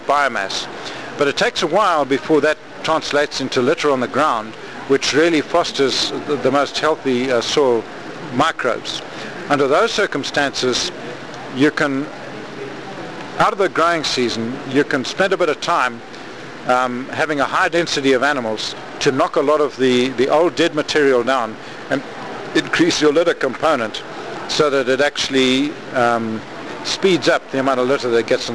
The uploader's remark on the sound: interview at the Quivira Coalition Conference in Albuquerque, New Mexico